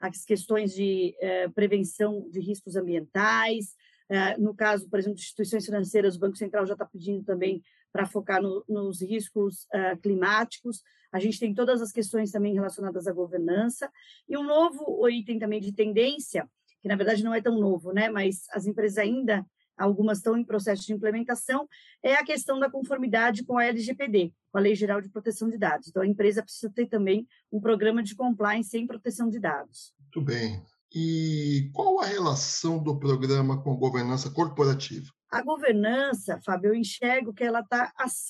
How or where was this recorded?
video call